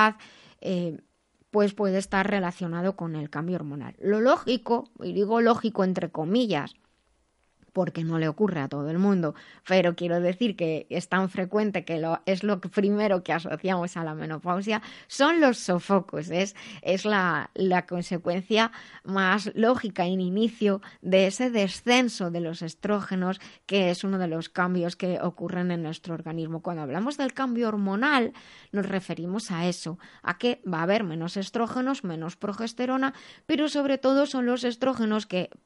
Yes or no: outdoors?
no